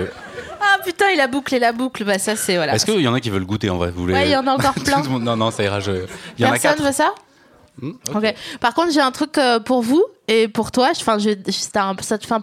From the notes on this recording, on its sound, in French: Cet épisode a été enregistré le 13 avril 2019 à La Nouvelle Seine (3 Quai de Montebello, Paris 5e)